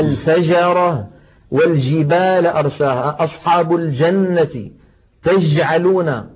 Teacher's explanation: أما إذا قلنا الفجرة والجبال أرساها أصحاب الجنة تجعلون، هذه جيم عامية وليست فصيحة، مخرجها صحيح ولكن فاتها صفة من صفات الجيم الفصيحة وهي انحباس الصوت أي صفة الشدة